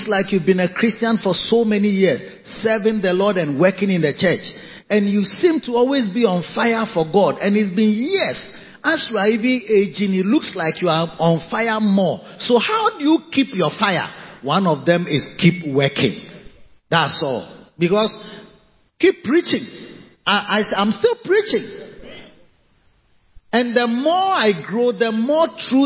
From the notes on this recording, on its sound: Preached at the Covenant Sunday Victory Secrets Service - Makarios Cathedral, HQ. Preached at the Covenant Sunday Victory Secrets Service - Makarios Cathedral, HQ.